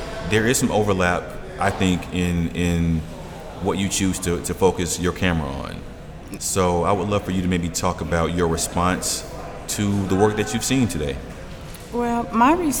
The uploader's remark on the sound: Recorded live at Gallery 72